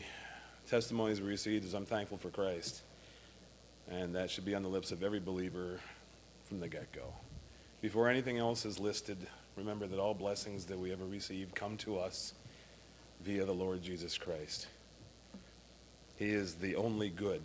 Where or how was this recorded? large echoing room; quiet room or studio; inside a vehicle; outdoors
large echoing room